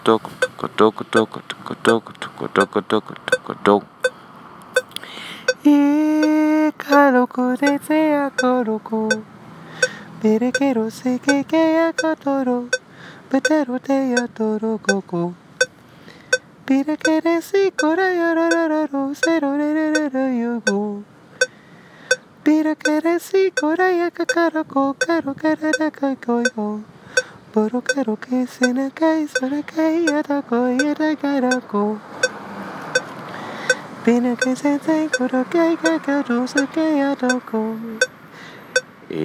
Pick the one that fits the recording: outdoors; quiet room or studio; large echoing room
outdoors